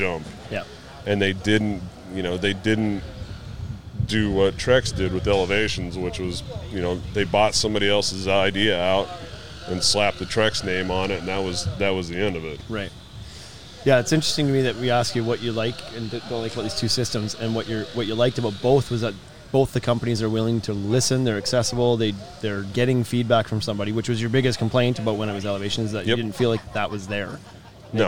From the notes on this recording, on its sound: The podcast was live on location at Steel Sharpens Steel in Mount Pleasant Texas!